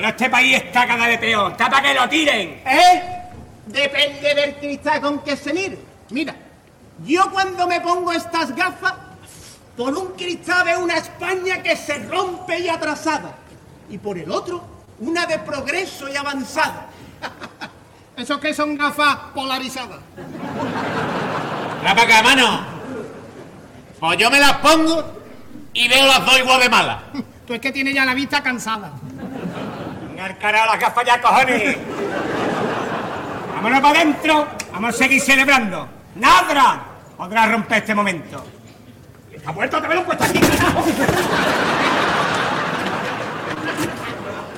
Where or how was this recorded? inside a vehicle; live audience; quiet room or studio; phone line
live audience